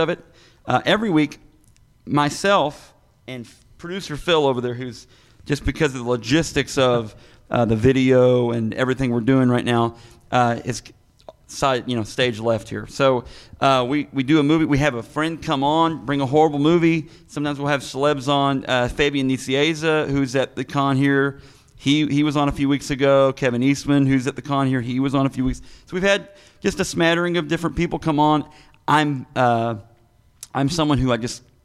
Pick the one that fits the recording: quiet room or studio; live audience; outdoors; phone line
live audience